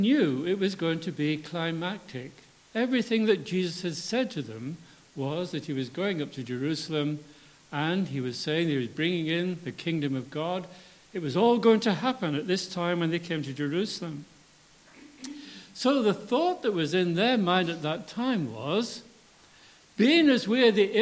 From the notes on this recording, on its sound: For our Palm Sunday Communion Service.